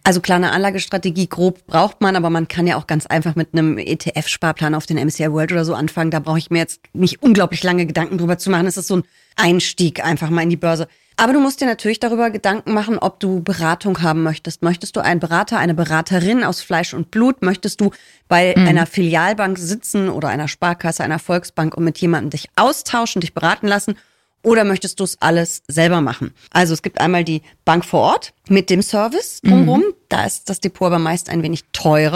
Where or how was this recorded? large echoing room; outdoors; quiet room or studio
quiet room or studio